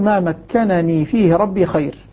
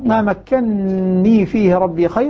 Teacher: صارت النون مشددة مكسورة · Shown in: second take · Term: الإدغام